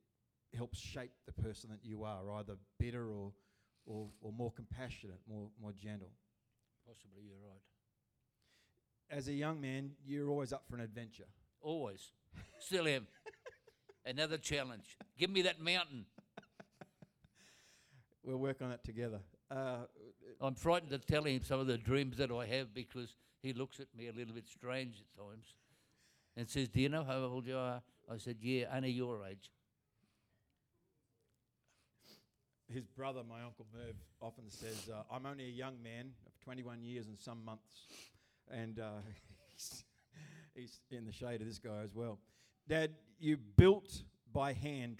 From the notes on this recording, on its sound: Recorded Live at Destiny Church Atherton.